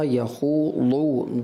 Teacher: پھر جب آپ نے آیات مجیدہ 2 تلاوت فرمائی ہیں، فذرہم یخوضوا ویلعبوا حتی یلاقوا یومہم الذی یوعدون، تو یہاں پر بھی اغلاط کا سامنا رہا، جیسے فذرہم میں را ہے اس کو باریک کر دیا، فذرہم یخوضوا دو نہیں تھا وہ تھا یخوضوا ضاد واو پیش دو حرف استعلاء تھا لہذا اس کو پر کرنا تھا، اور حرف استعلاء میں صفت اطباق بھی ہے تو حرف اطباق بھی ہو گیا وہ، لہذا اس کو اور زیادہ پر پڑھنا چاہیے تھا.